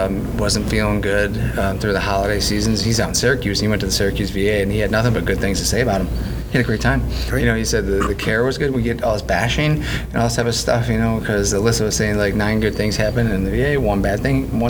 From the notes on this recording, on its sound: Recorded at This Little Pig Restaurant.